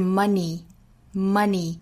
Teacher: 这个词尾部的元音哈是一个紧元音 E